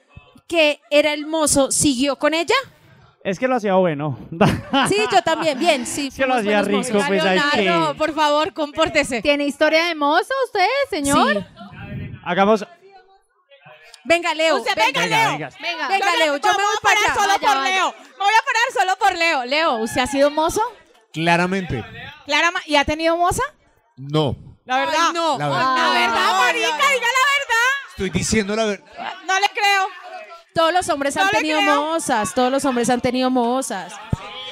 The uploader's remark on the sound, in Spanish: Parte del podcast grabado en vivo el 19 de julio en Bogotá Colombia.